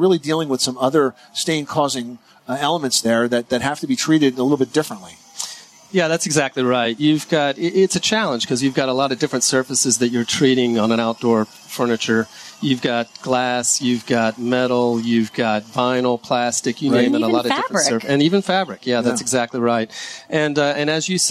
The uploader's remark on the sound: The Money Pit Broadcasts from the ULTIMATE BACKYARD at the 2018 National Hardware Show. Live broadcast from the 2018 National Hardware Show.